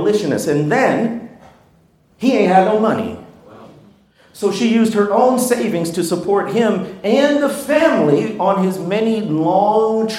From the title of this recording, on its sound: The Color of Compromise 5-Year Anniversary LIVE Event